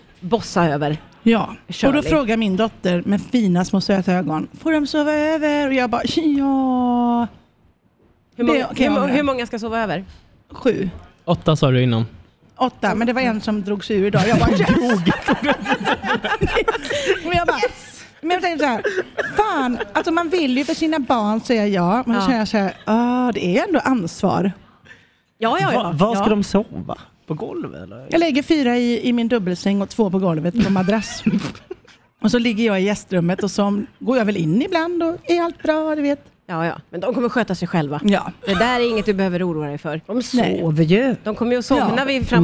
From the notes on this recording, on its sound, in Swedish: Sänder från ENTRÉN idag, inför publiken i VIP-soffan.